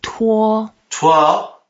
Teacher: Tuo is the first tone, so we make it flat.